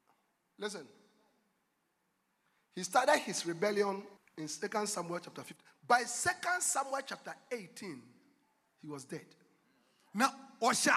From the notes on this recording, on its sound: Preached at The Life Cathedral, Ofaakor -Kasoa, Ghana.